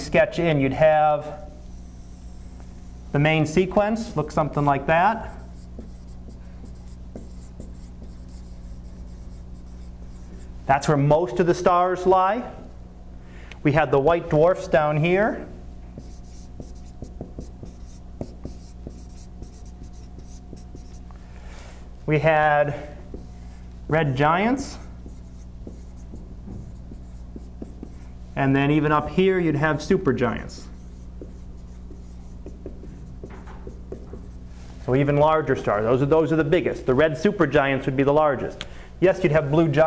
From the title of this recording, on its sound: Live Class Lecture